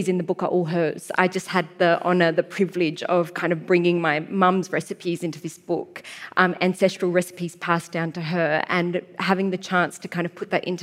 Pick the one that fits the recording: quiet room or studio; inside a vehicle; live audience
live audience